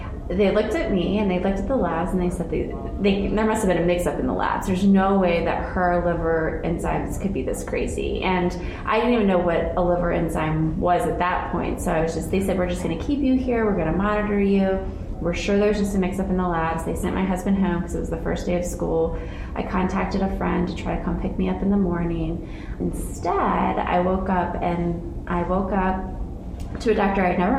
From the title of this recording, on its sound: Live from the IMC